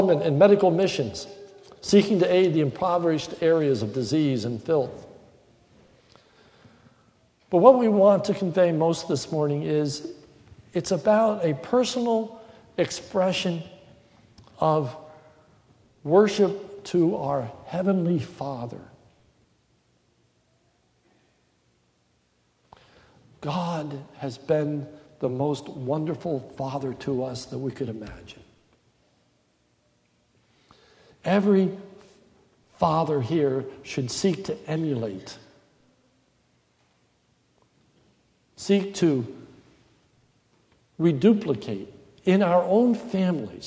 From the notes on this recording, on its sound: This is a sermon recorded at the Lebanon Bible Fellowship Church in Lebanon, PA on November 1, 2015 during the morning service